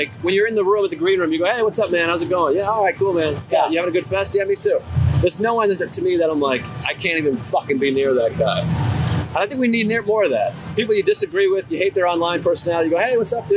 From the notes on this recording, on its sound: It’s an on location YKWD from Just For Laughs Montreal. Having an outdoor old school style episode.